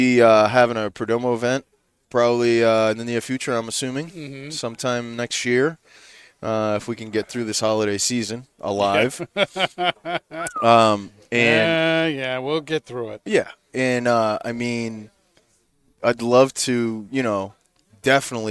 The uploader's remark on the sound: Recorded live from the 7-20-4 Lounge!